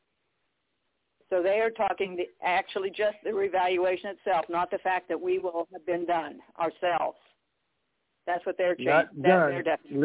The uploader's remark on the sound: TNTSuperfantastic Conference Call.